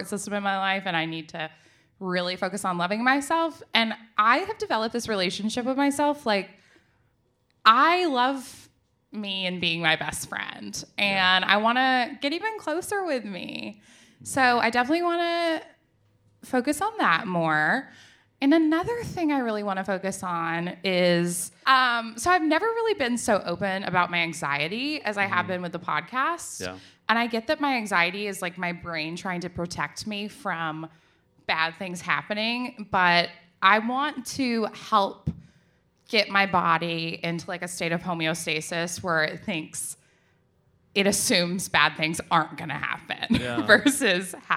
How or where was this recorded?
live audience